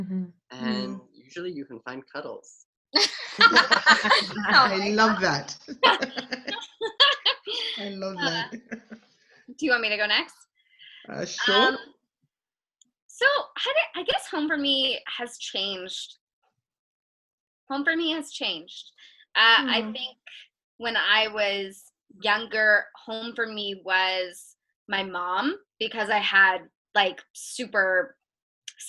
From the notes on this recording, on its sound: Like many other podcasts, we’ve had to change our format due to the continued physical distancing procedures that are in place to combat COVID-19. This week, our co-hosts and producer meet once again, but over a Zoom video call, to check-in and chat with our amazing guests!